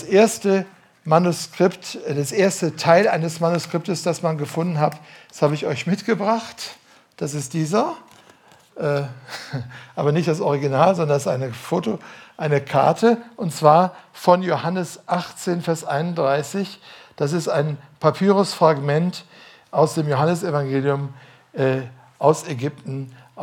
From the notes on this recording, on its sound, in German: Am Ende des Vortrags, gehalten im Dezember 2018 in der „jesus-AG“ in Ludwigsburg, geht er auf Rückfragen aus dem Publikum ein.